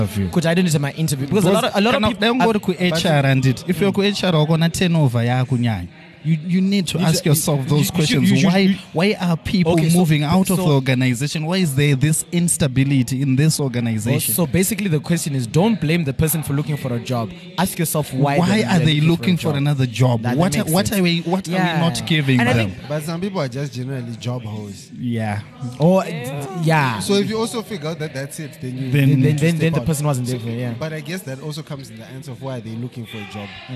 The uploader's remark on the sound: The team meet up at Shoko festival to record the current episode. In the heat of the noise.